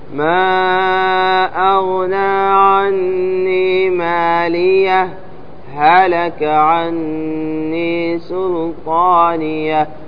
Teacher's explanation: السكت يمنع الإضغام، لأنك إذا سكتت على الهاء أتيت بهاء ثانية، فإذا امتنع الإضغام بسبب السكت.